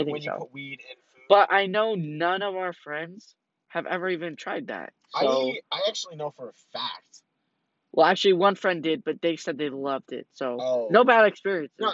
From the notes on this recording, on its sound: Horrible audio makes for a great beginning so gotta love it.